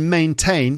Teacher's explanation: in maintain and hotel, the T is in the stressed syllable